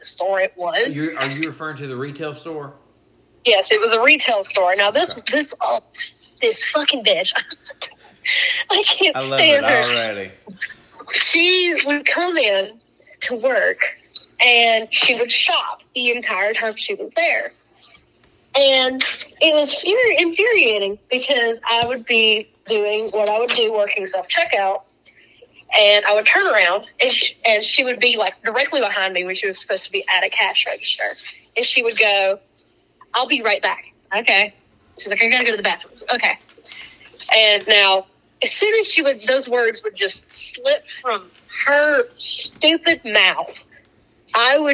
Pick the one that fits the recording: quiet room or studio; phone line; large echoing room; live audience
phone line